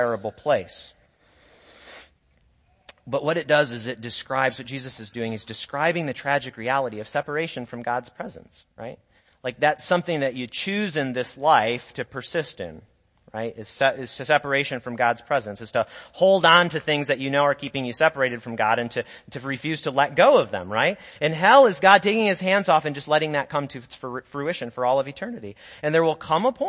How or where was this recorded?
large echoing room